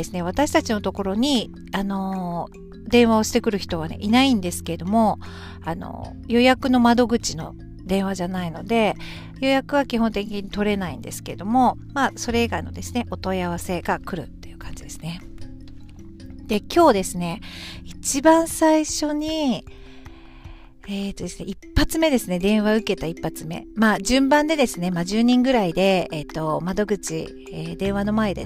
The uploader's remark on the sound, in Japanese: 今日はランチタイムの時間に、駐車中の車の中から配信しています。